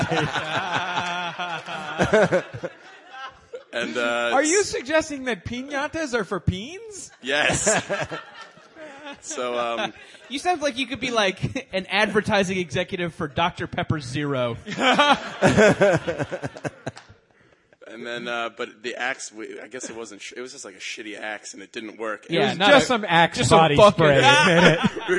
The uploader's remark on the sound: Live at the LA Podcasting Festival. A live episode taped at the LA Podcasting Festival.